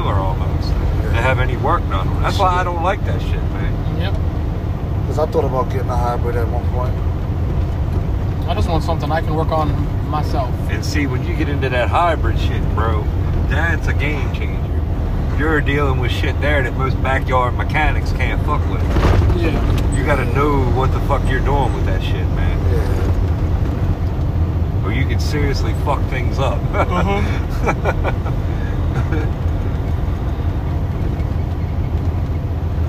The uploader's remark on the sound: Hangin and bangin up in the truck.